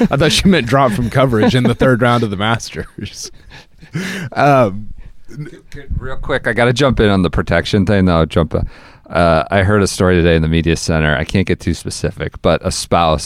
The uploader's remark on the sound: Record this Saturday podcast from Augusta National, where they empty the notebook with various amusements from the rain-soaked second and third round.